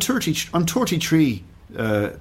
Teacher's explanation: The Irish from Dublin, for example, will go t instead of th.